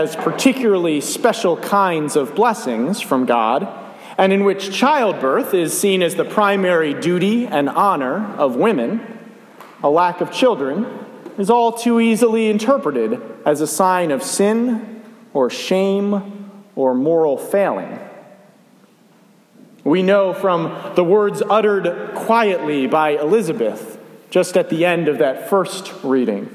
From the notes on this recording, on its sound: A sermon for the 1st Sunday of Advent. I was honored to be invited to preach at Dumbarton United Methodist Church here in Georgetown for the 1st Sunday of Advent.